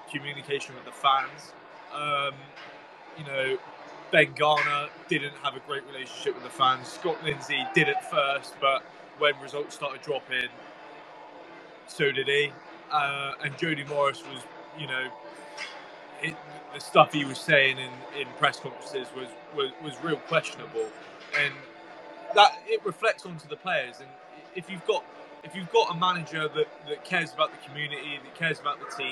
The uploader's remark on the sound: Preview and live comms as Swindon Town take on Westbury United in the Wiltshire Premier Shield final at The County Ground.